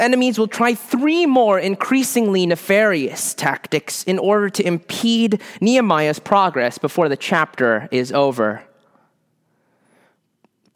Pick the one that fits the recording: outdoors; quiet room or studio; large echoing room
large echoing room